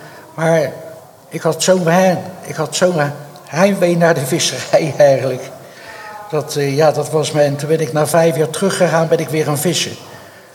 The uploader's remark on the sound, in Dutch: Nemen we live op vanuit het Schevenings Muzee. Voor het eerst gaan we de podcast opnemen met publiek.